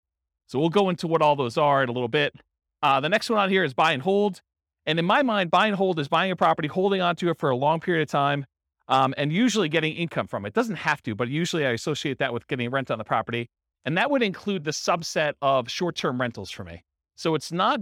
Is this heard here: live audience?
yes